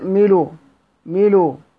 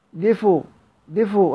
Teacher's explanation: الوقف بنقل حركة الهمزة إلى الساكن قبلها لحمزة كما سبق، ملء ملء آخرها همزة، ملء، لام ساكنة بعدها همزة، نقف سيدنا حمزة زي ميلو ميلو، بالنقر دفء دفو دفو، هكذا.